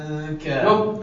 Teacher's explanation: هذا النون انقرب من حرف الاخفاء يعني اشبه كأنما تنطي نص من النون ونص من الحرف